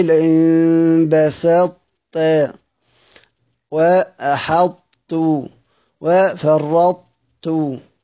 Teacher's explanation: فأما ما أجمع علي أئمة القراءة من إدغام الطاء الساكنة في التاء وتبقي صوت الطاء مع الإدغام لئلا يخلي بالطاء، وذلك في نحو قوله: لئن بسطت وأحطت وفرطت وشبهه.